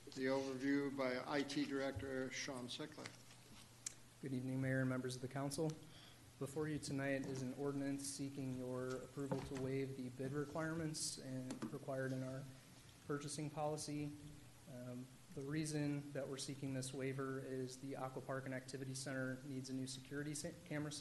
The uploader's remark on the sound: This is a live recording of the Collinsville City Council from February 8, 2022.